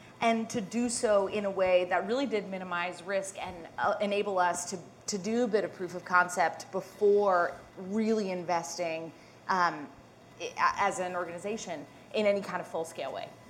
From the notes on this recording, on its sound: Reimagining Work Summit - Disruptors Panel. We share an exclusive panel of speakers at Catalant’s recent Reimagining Work Summit.